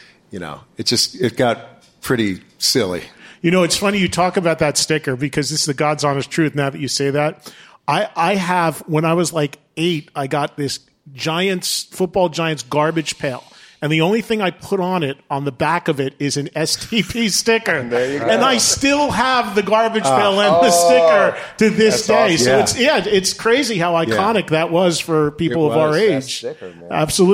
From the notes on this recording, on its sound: Recorded in front of a live studio audience